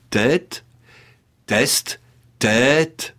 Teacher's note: le « e » est long sous l'accent